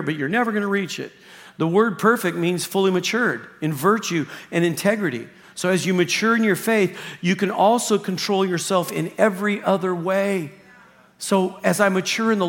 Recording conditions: large echoing room